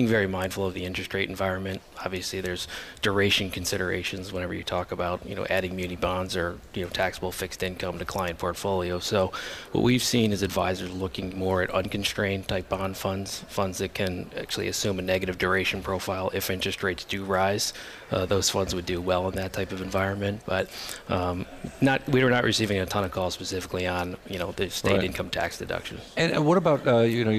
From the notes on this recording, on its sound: from Commonwealth Financial National Conference in San Diego